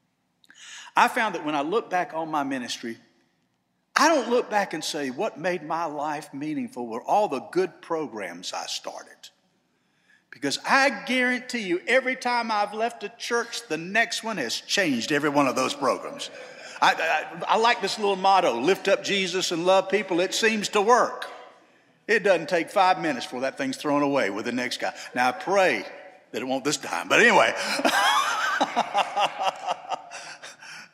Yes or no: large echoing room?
yes